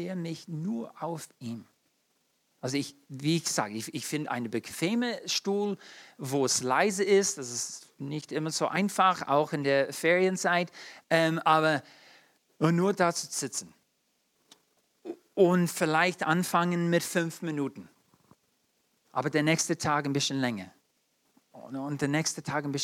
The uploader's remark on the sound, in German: in der Gemeinde Kaleo Schopfheim aufgenommen